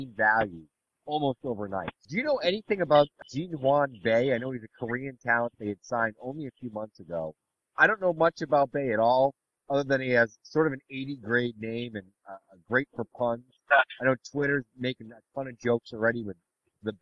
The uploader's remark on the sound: Truth be told, the audio is a little rough. Made the call from the car. Enjoy the smooth sounds of the road.